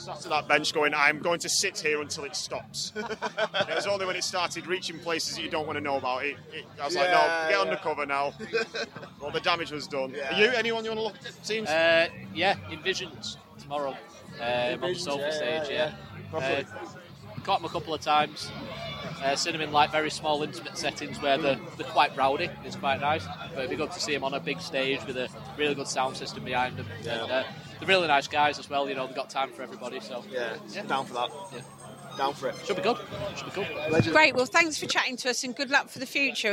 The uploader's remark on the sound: chat with us at Bloodstock